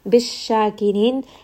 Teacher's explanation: sheen has tafashi, so the sound is going to spread a bit in the mouth, and this is a two-count med.